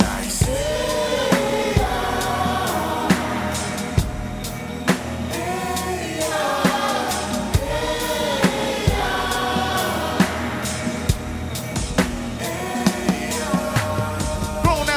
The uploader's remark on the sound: The performance was captured during the 2019 New Hands Festival at Healer. The performance was captured during the 2019 New Hands Festival at Healer .